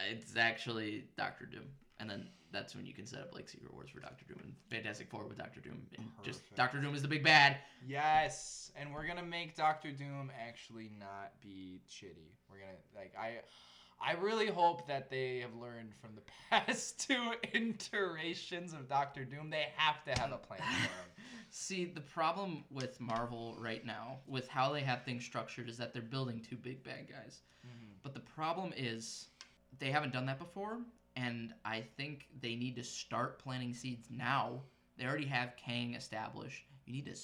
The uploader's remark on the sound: Once again we did have microphone issues but that should be solved after this episode.